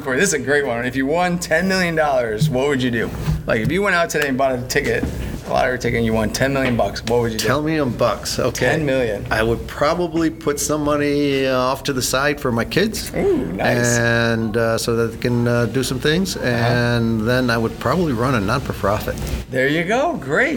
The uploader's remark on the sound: Recorded at This Little Pig Restaurant.